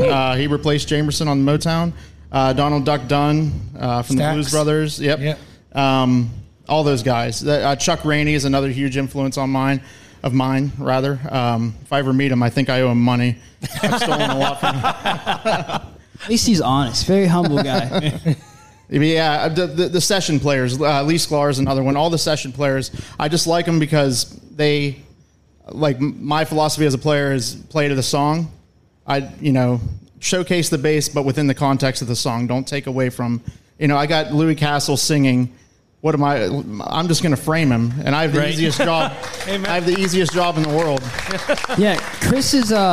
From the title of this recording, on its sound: Live from the Love Local Courtyard Concert Series